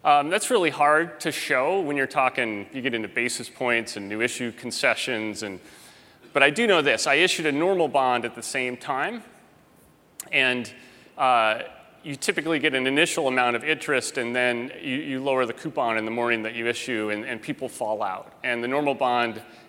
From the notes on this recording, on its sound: Live from GreenBiz 17. Audio clips from the premier annual event for sustainability leaders.